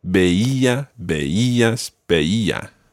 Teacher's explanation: Yeah, with the stress each time on the E.